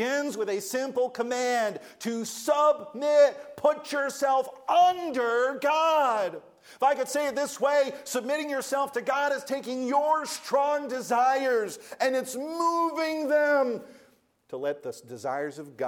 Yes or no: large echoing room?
yes